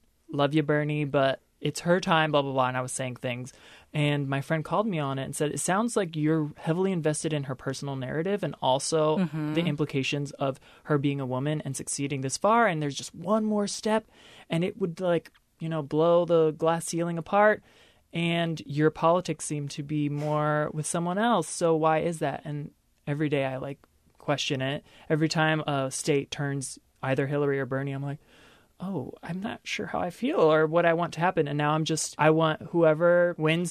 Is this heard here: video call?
no